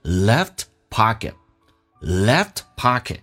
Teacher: left 这个 f 其实是不用发，因为两个辅音并列在一起，只用发后面一个，气流阻塞叫 left.Left,所以变成 left pocket, left pocket.如果这个速度再快一点，这个 T 也不用发，就变成 left,气流阻塞 left pocket, left pocket.